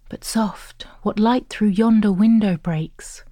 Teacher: Try listening for this iambic pentameter, the pattern of unstressed stress five times per line.